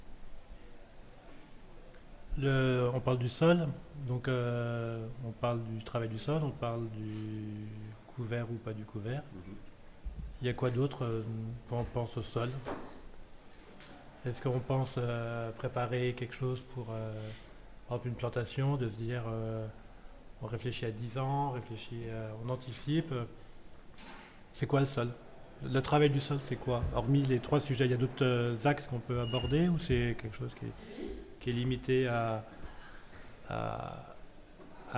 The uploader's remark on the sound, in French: Lors de la 2ème édition du Festival « le Vin est une fête » organisé par JAJA, RadioVino a organisé 2 tables rondes dans les locaux d’Instead avec les domaines présents.